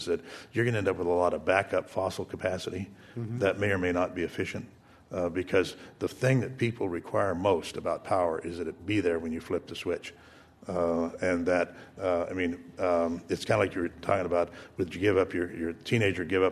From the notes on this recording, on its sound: This program was recorded in front of a live audience at The Commonwealth Club in San Francisco on January 21, 2010